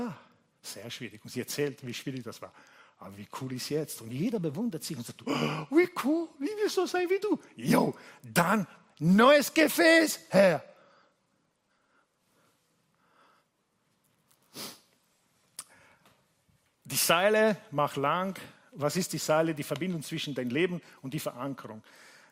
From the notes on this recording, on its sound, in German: Gottesdienst live aus der LIFE Church Wien.